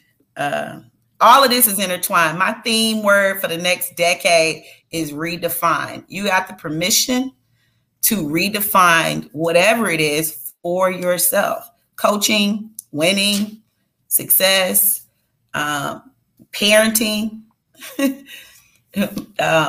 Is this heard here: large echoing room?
no